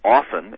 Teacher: I say often and leave the T out